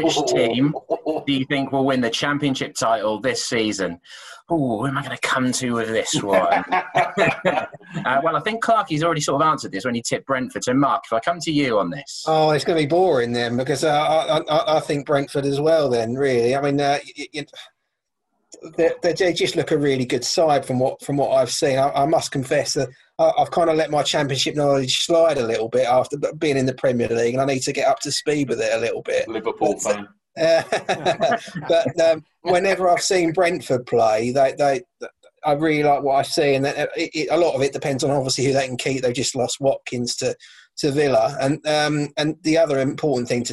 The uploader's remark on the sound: host the Pink Un Live online event